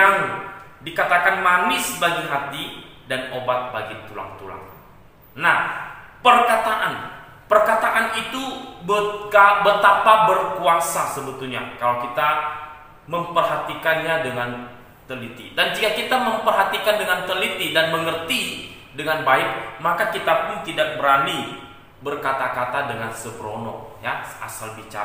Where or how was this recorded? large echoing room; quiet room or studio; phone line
large echoing room